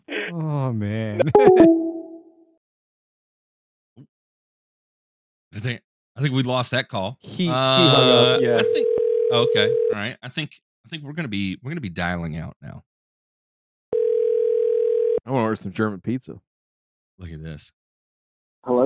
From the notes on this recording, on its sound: We wrap 2021 by taking your calls live on the air.